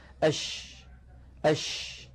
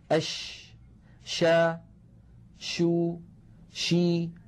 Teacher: صوت حرف الشين ينتشر الصوت في الفم · Term: التفشي